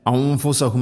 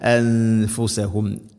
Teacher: ഫ ഇഖ്ഫാന്റെ അക്ഷരമാണ്. അതേസമയം സാക്കിന നൂനിന് ശേഷം ഫ വരുമ്പോൾ ഇദ്ഗാം പോലെ ആ ഒരു ഗുന്നയുടെ ശബ്ദം ഉണ്ടാവരുത് · Shown in: second take